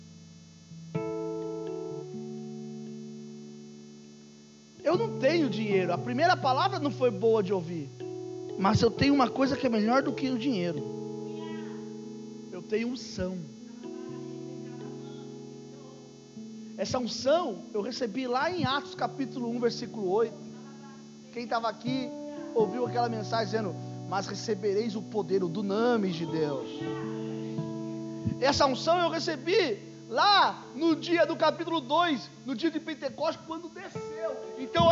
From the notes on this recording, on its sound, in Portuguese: Culto gravado em 30/11, durante a celebração do culto das causas impossíveis